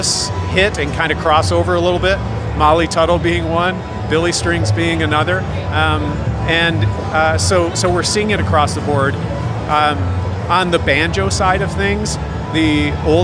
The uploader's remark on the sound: Live From IBMA 2022